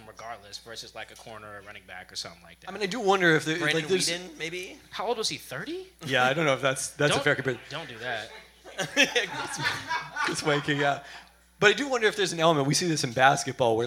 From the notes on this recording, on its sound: We held a live Peltoncast last Friday at Good Times Bad Bar in Queen Anne. Due to a podcaster error, only the first two segments and the start of the third were taped.